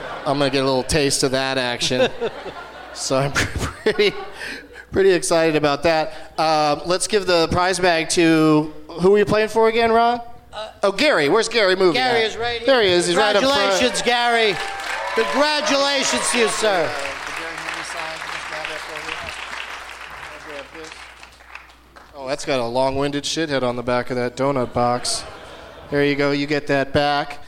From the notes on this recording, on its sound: Live from the Gramercy Theatre in New York City